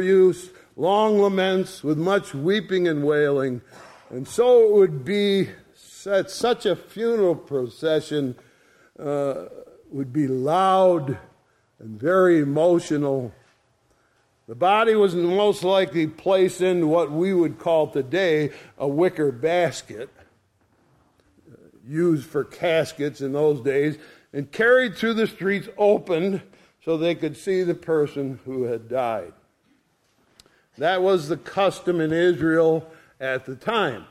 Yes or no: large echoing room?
yes